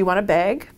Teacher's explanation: a has moved to e for some speakers, so you get a bag instead of a bag. · Term: northern city's vowel shift